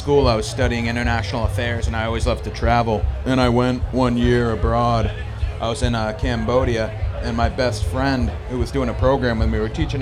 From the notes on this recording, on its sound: Live From Snallygaster.